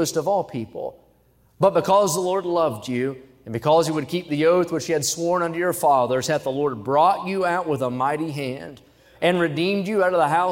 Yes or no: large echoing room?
yes